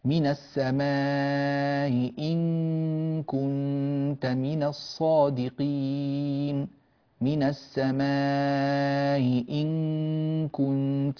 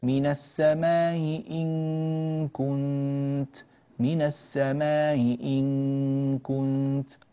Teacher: ولاحظوا أن الهمزة مسهلة، ولا نقول من السماء، من السماء هكذا مسهلة. نقول ويجوز في حرف المد قبل الهمزة المسهلة وجهان، التوسط والقصر. التوسط يعني أربع حركات، والقصر يعني حركتان.